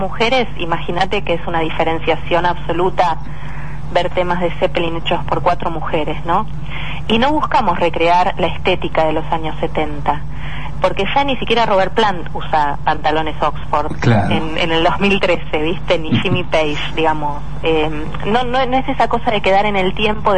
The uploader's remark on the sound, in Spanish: En el mismo realizamos dos entrevistas telefónica. América - BA - Argentina.